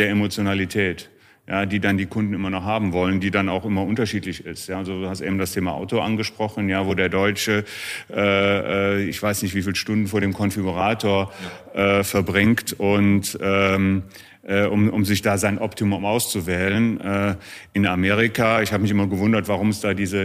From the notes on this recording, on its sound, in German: Das Besondere: Diesmal nicht nur mit Ton, sondern auch mit Bild! Wir haben Folge #16 live beim MCC Kongress – Insurance Today & Tomorrow in Düsseldorf aufgenommen und direkt gestreamt.